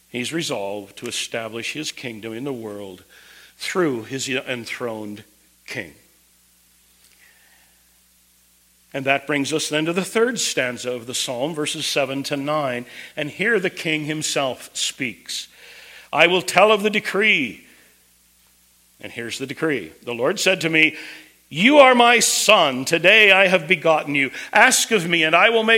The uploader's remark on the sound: Preached at Twin Cities Bible Church, St. Paul, MN.